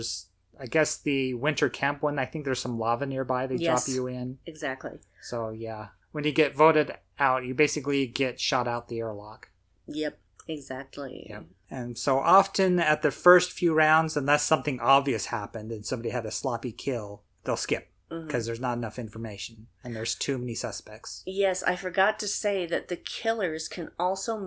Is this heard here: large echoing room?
no